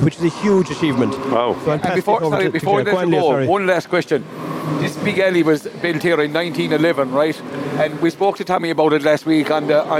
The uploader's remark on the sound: Broadcast a three hour show Live from the 60 by 30 alley at Tuamgraney handball club. On the final day of the 2023 GAA Handball Irish 4 Wall Nationals that were held in Alleys all over County Clare at the weekend.